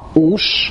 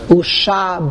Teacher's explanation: Some chumashim have it with a shva, ush, and some have it as a chat of patach, usha, but it's really not the same thing. So some Balei Kriya, when they do the chat of patach, they like to give it a little more emphasis.